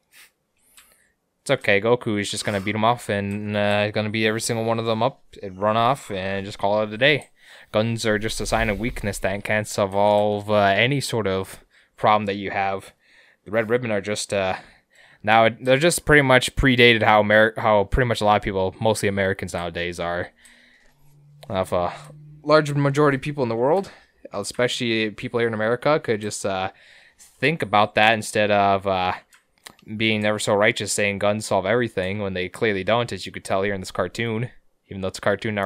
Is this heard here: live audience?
no